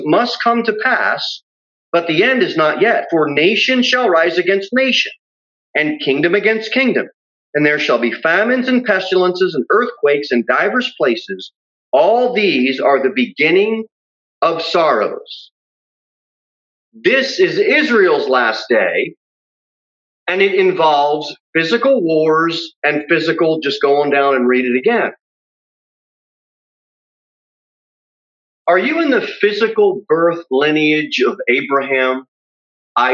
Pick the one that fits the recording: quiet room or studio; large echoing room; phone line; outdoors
large echoing room